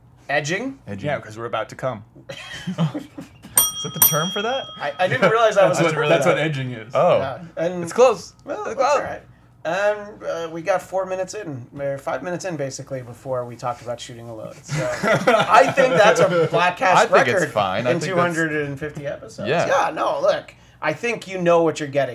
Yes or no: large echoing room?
no